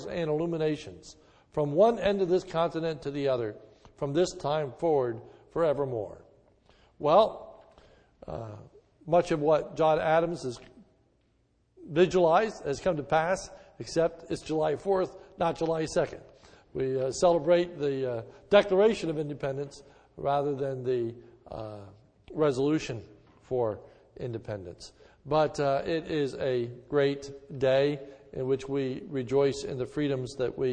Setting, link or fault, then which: setting, large echoing room